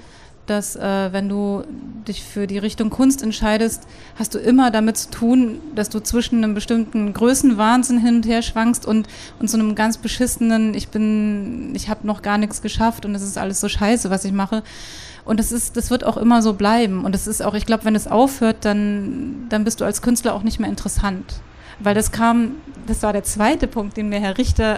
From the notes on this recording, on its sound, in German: Wir sprechen auf dem Pop-Kultur-Festival